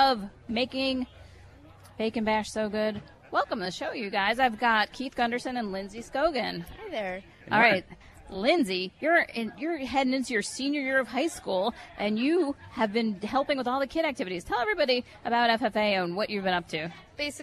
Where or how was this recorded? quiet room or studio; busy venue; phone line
busy venue